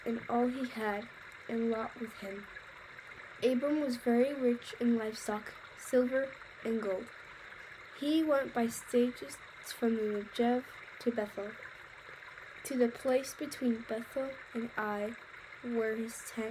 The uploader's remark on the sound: Background sounds: Creek